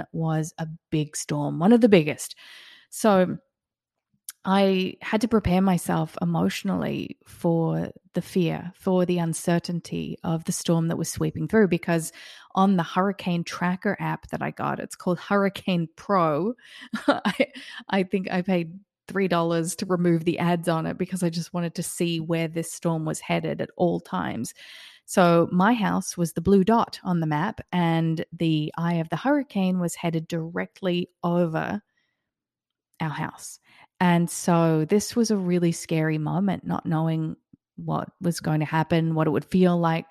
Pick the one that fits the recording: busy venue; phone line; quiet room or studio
quiet room or studio